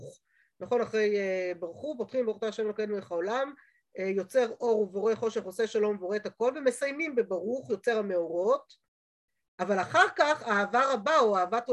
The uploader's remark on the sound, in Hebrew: השיעור הועבר והוקלט בזום. בישוב לשם.